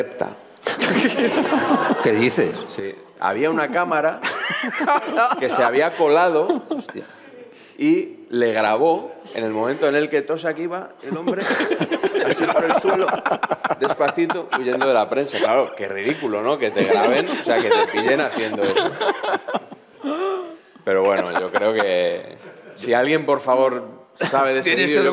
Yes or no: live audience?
yes